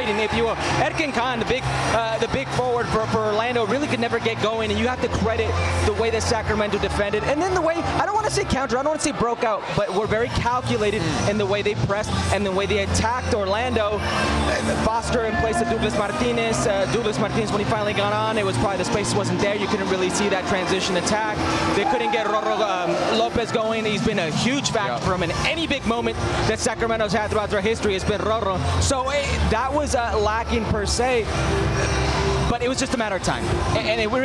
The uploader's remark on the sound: live from Orlando City’s Exploria Stadium